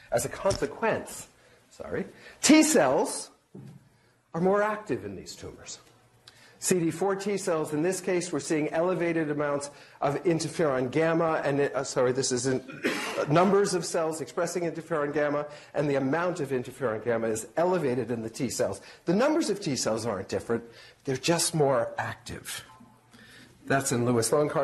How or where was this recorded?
live audience